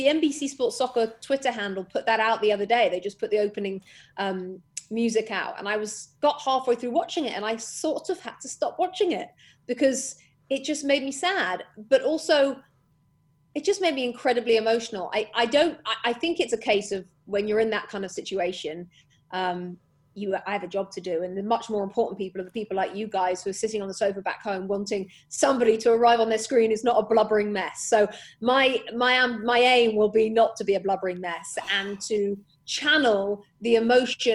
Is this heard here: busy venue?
no